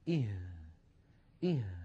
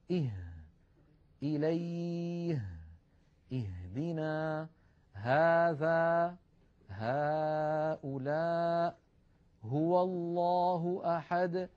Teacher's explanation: تخرج هذه الهاء من أقصى الحلق وليس من الصدر وليس من القصبة الهوائية · Term: حرف الهاء